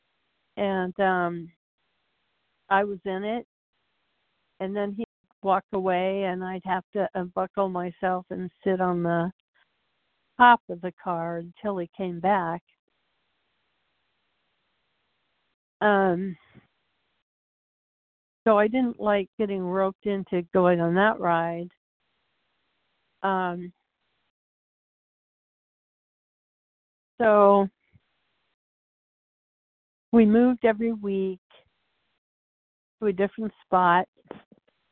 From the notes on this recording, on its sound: from the 100 Pounders Phone Meeting, 2/12/24.